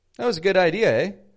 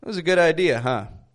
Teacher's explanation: when they say, huh, they got their voice kind of going down. · Shown in: second take